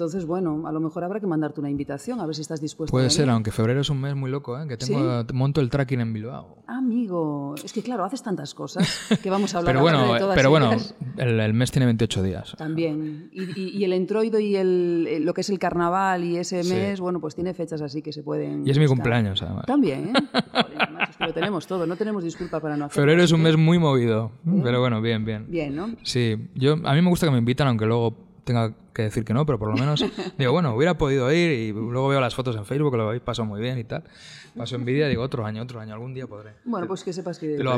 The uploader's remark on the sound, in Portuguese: Gravado no bar La Maleta de Coruña.